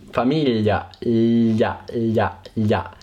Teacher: Tutta la lingua andrà verso il palato. · Term: il suono gli